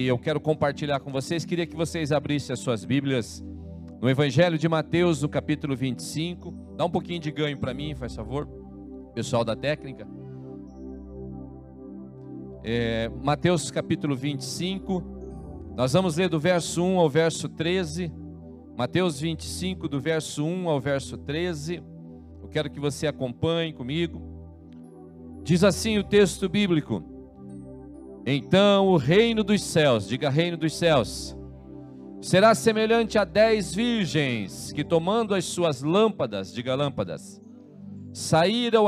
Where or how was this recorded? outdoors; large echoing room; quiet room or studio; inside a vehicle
large echoing room